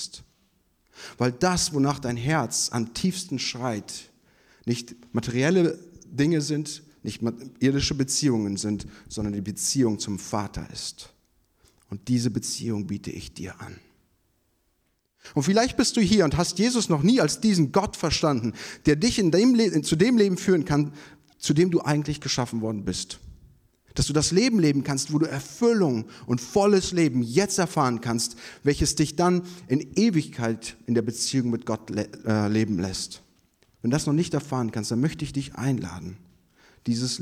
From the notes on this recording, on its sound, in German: Predigt vom Gottesdienst